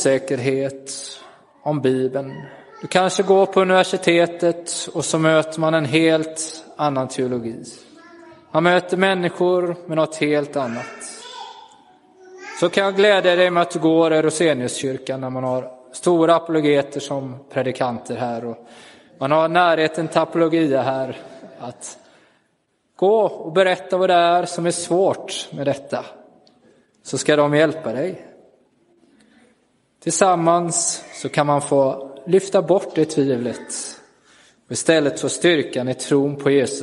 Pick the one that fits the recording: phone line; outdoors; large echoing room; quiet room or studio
large echoing room